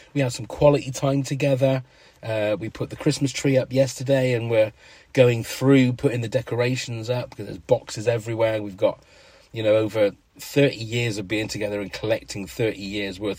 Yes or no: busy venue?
no